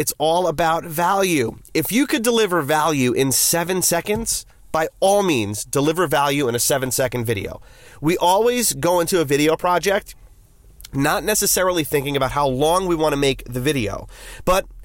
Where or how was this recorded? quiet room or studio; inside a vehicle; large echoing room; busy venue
inside a vehicle